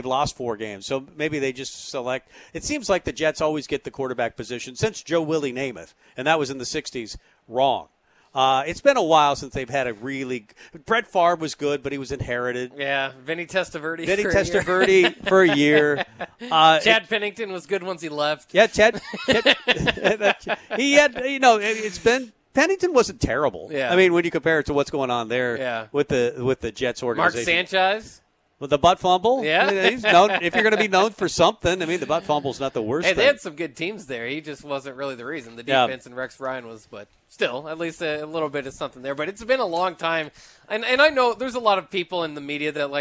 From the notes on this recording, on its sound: Tailgate Tuesday live from Chick-Fil-A